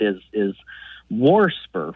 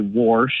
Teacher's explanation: I hear that extra R get added occasionally. · Term: R insertion